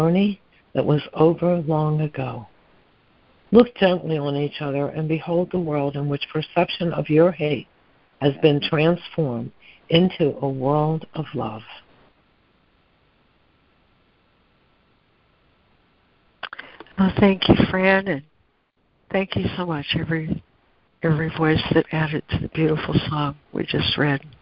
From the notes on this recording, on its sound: ACIM Daily Conference Call